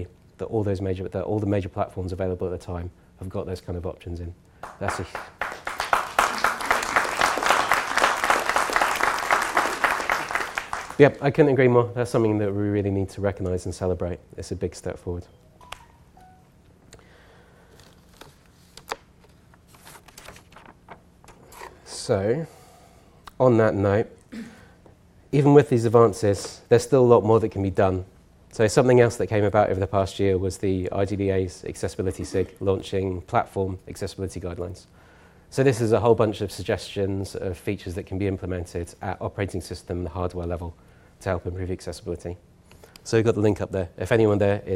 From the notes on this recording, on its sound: A talk at the 2018 Gaming Accessibility Conference.